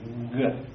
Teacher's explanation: You pronounce it as a voiced consonant at the back of your mouth by blocking it, g. And when you say g, you feel that you've got them.